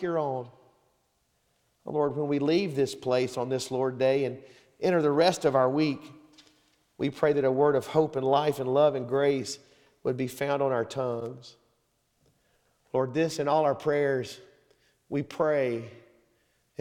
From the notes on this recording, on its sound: Sermon Audio from Sunday, September 3rd, 2023